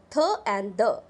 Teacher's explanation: these sounds are known as dental fricatives